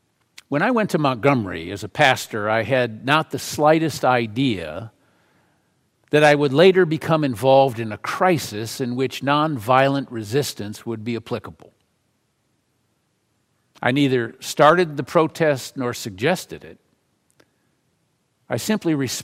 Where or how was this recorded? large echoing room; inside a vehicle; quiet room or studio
large echoing room